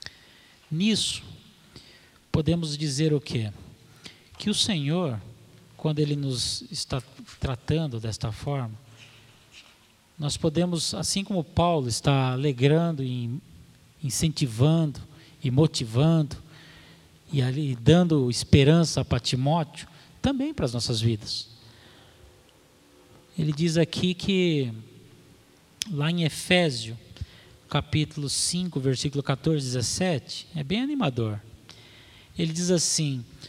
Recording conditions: large echoing room